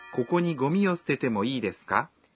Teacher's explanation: Ikiwa utaongeza ka mwisho wa sentensi na kuisema kwa toni ya juu, unaweza kuibadilisha na kuwa swali.